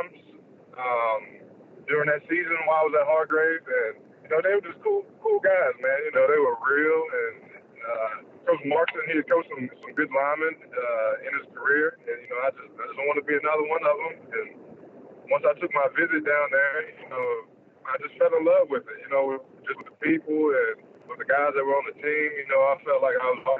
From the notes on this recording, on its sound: joined on the Modern Woodmen phone line (32:35)